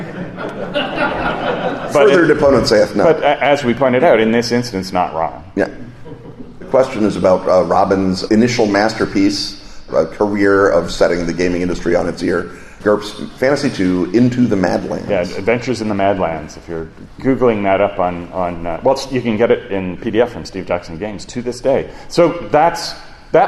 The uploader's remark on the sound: A live show at Gen Con.